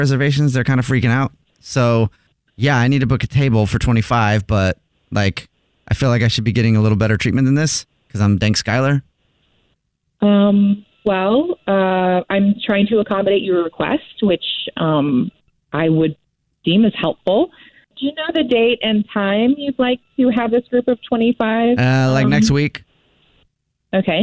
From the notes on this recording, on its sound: Phone Prank